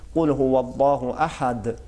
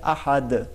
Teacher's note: دال واپس پلٹتی ہے، اس کی آواز دال کا تلفظ کے وقت واپس پلٹتی ہے. · Term: صفت قلقلہ